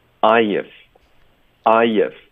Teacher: 然后这个 I 连读到 if 会有一个 y 的音添加进去